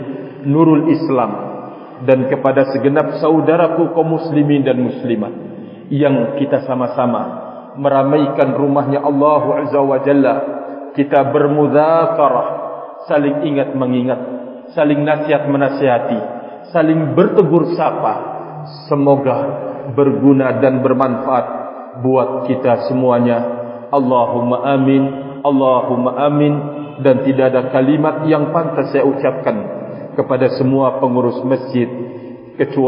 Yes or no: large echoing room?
yes